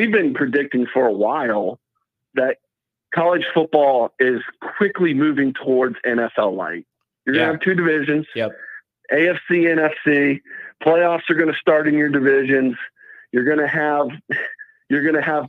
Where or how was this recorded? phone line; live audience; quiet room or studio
phone line